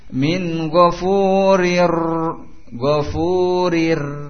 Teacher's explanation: adanya getaran ujung lidah antum ketika membaca ra, tetapi tentunya tidak lebih dari 3 getaran, tidak panjang. · Term: takrir